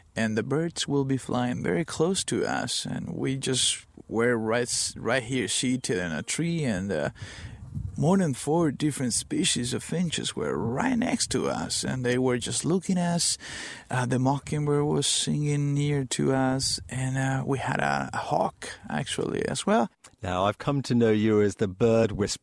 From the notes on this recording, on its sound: on location aboard the Yacht Isabela II, afloat in the Pacific Ocean